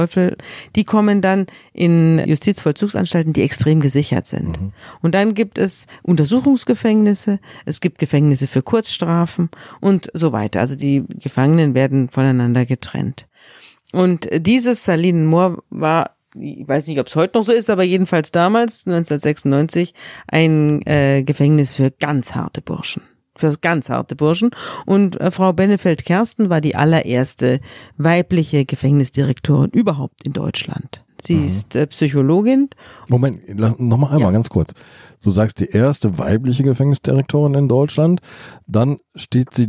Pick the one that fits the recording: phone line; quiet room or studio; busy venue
quiet room or studio